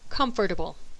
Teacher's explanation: There are some native speakers who are careful with this word and articulate the written order of the letters, comfortable. But the sound of the second O is still lost because it is hidden by the R vowel